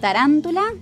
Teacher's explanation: Es en la tercera sílaba, empezando desde el final. · Term: esdrújula